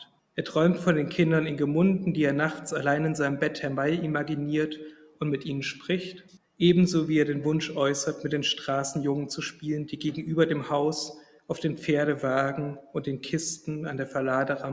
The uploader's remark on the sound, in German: Vortrag, gehalten am IFK, dem Internationalen Forschungsforum Kulturwissenschaften, in Wien am 8.